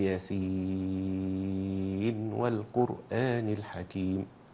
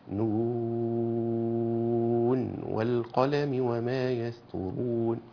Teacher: اتفقوا أنك لو وصلت ياسين أو القرآن تظهر النون عند الواو، تقول ياسين والقرآن الحكيم بالإظهار هكذا، أو تقول نون والقلم وما يسطرون بالإظهار أيضا.